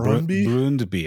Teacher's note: It's a mid-front rounded vowel.